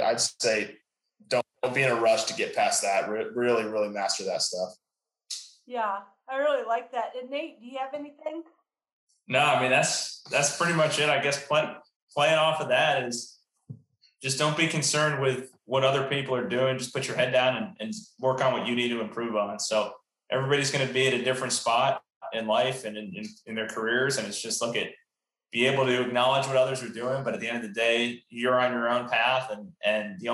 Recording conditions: video call